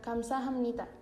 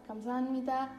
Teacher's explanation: Pero los coreanos, ahora sí que para decirlo un poco más rápido o para facilitar la pronunciación, suelen decirlo de corrido y se pierde un poquito el sonido de hap · Shown in: second take